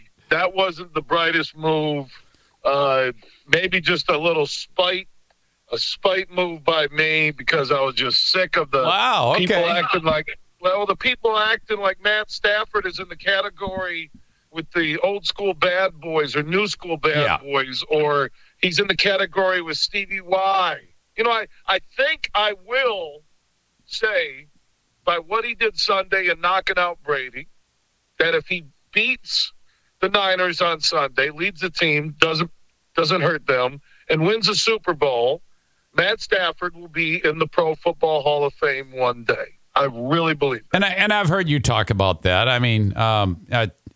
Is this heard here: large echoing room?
no